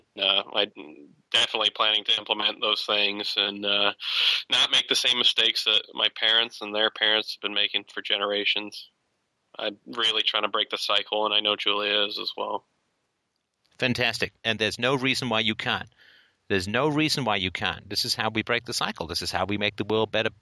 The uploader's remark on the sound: Saturday Call In Show